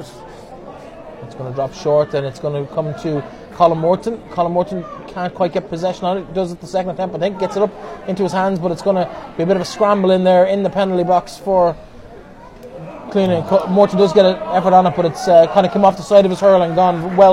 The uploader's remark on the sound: Full Audio commentary of the Connacht Gold Leitrim Senior Hurling Final between Carrick Hurling and Cluainin Iomaint in Avant Money Pairc Sean MacDiarmada